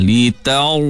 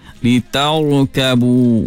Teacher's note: Sama, jumpa lagi ra mati sebelumnya fathah, termasuk ra yang dibaca dengan tebal. Jadi angkat pangkal lidah, litar, lidah tu kita rasa bahagian dalam ni atas.